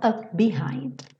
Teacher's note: P e B no mesmo lugar, eu não vou fazer duas vezes